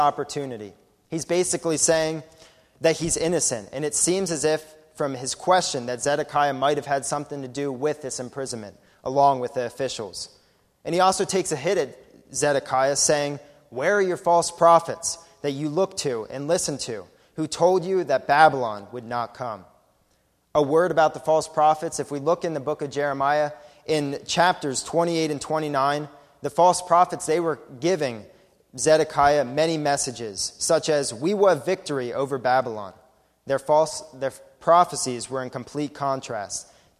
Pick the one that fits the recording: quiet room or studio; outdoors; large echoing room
large echoing room